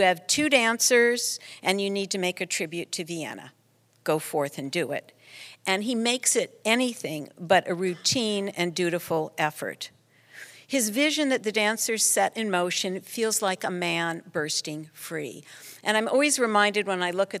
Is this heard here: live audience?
yes